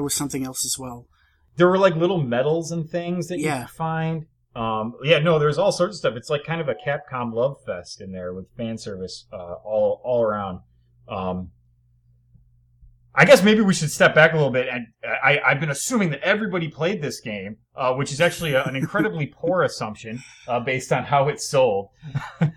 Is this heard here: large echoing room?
no